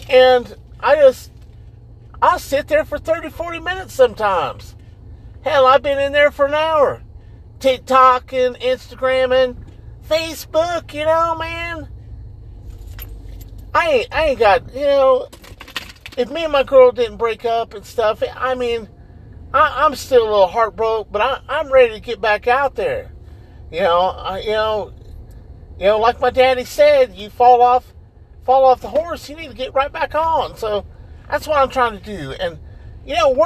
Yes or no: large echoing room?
no